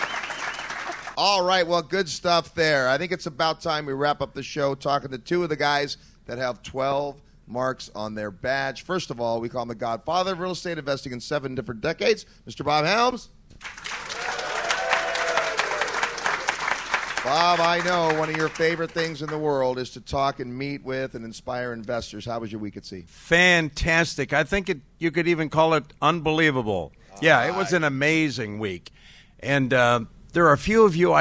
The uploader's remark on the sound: Live from the 2014 Investor Summit at Sea. This episode was recorded on board the ship.